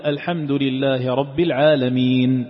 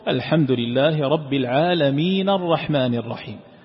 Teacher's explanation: النون هنا عليها فتحة، لكن إن وقفت على ماذا تقف؟ تقف على السكون، فتعزل الحركة عن الحرف · Shown in: first take · فتقول الحمد لله رب العالمين، الحمد لله رب العالمين، وهي في الأصل عند تتمة الكلام والاستمرار دون توقف الحمد لله رب العالمين الرحمن الرحيم.